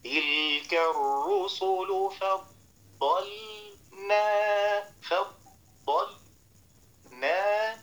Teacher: تلك الرسل فضلنا، فضلنا، واخد بالك من السكت، ركن على اللام، حبس النفس وبعدين كمل من غير ما ياخد نفس جديد، ده اسمه سكت